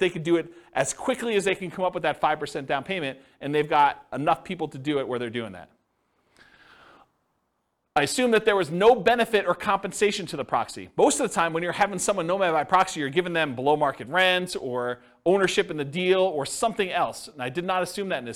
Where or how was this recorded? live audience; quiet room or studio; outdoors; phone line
live audience